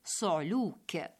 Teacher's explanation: وقد جاءت هذه الكلمة في المعاجم اللغوية بضم الصاد لا بفتحها، أي صعلوك. إذن فلنقل صعلوك بضم الصاد، لا أن نقول صعلوك بفتحها.